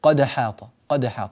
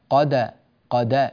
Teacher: كلمة قد أحاط لا بد من بيان فتحة الدال كاملة دون أن تخطف خطفا · Shown in: second take · بعض الناس نسمع منه هذه الكلمة وكأنه يقلقلها، كأنه يقول قد حاط، قد حاط، لا، قد، قد، نفتح الدال، فنقول: وأن الله قد حاط بكل شيء علما.